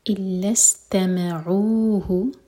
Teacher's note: محدثن الا استمعوه، لام کو سین سے جوڑا جائے گا اور سین پر سیٹی والی آواز آنی چاہیے